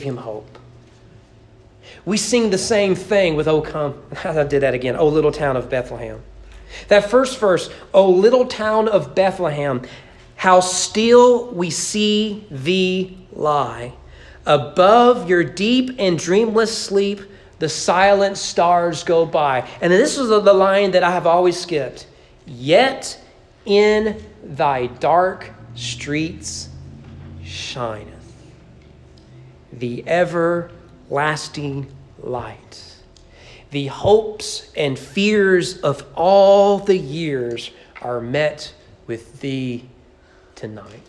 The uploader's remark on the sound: Sermon preached at East Frankfort Baptist Churh on Decembe 12, 2021 during morning worship.